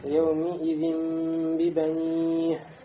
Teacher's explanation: То есть здесь получается у нас икляб. Танвин, да? Превращается в мим.